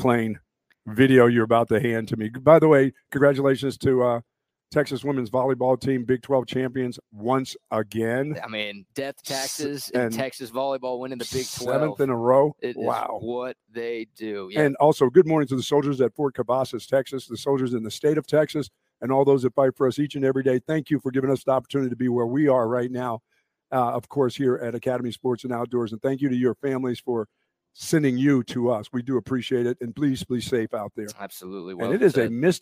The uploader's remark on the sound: LIVE from the brand new Academy in Hutto!